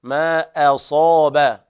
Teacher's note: تفخيم الصاد بأعلى مراتبها لانفتاحها وبعدها ألف